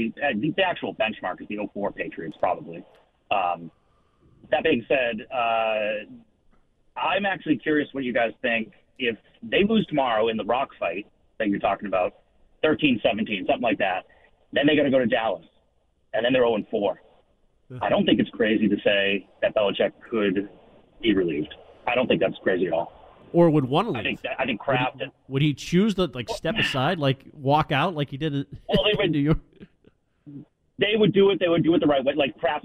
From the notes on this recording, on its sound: The phone lines remained flooded